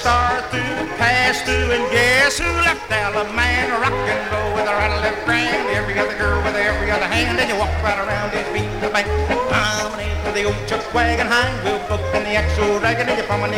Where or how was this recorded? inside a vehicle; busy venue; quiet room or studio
busy venue